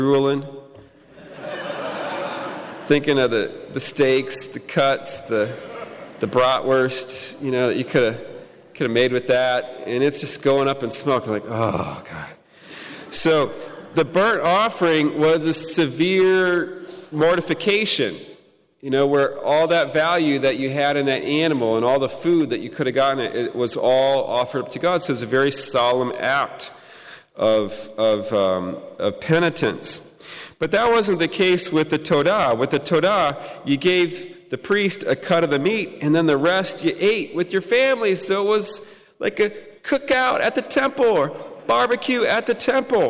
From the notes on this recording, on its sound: Talk Two presented at the Fullness of Truth Conference